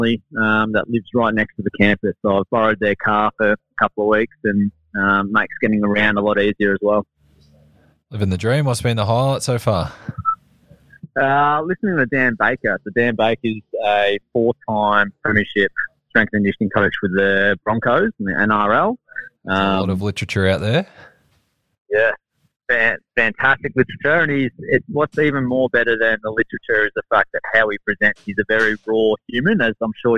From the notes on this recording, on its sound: Joining us via phone.